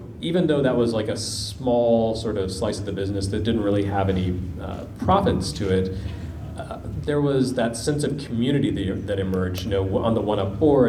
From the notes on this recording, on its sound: Live from PRGE 2016. On this special live episode of Retronauts.